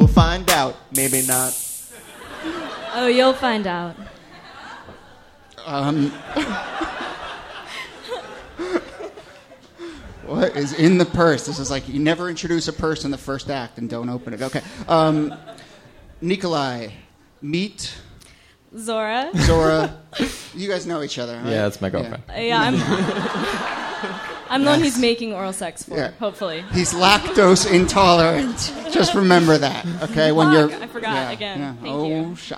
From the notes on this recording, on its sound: This excerpt is from our January regular show at Housing Works Bookstore. Some audience members.